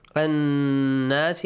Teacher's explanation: والذين ينفقون أموالهم رئاء الناس رئاء the mother is wajib stretch it for six counts or five counts الناس نون مشدد pay attention stretch the sound for two beats and also a nasal sound